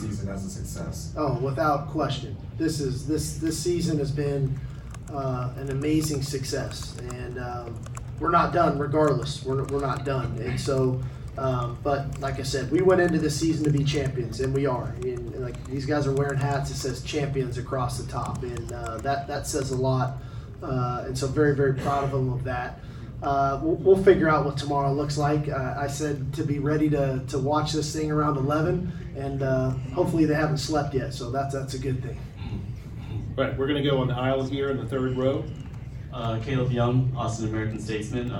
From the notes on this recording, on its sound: Big 12 Championship Postgame Press Conference. Speak to the media following the Texas Longhorns victory over Oklahoma State in the Big 12 Championship!